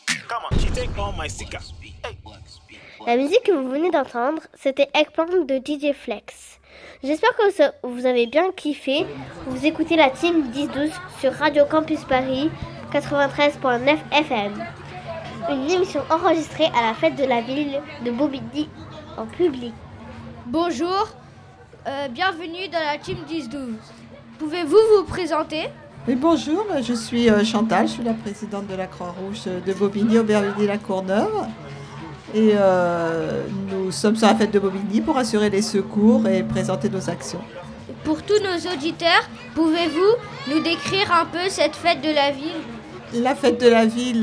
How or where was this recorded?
busy venue